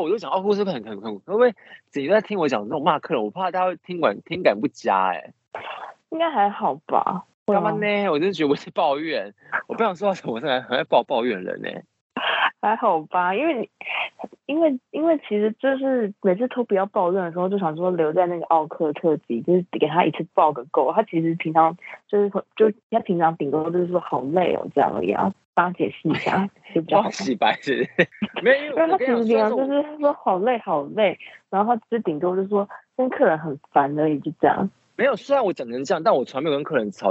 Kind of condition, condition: link, phone line